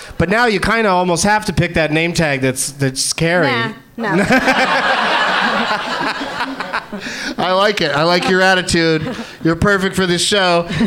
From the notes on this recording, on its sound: Live from Helium Comedy Club in Philadelphia